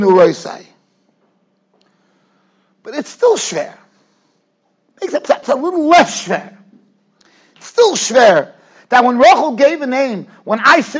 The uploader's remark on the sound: Shiur recorded in Yeshivas Ohr Reuven, Monsey, NY.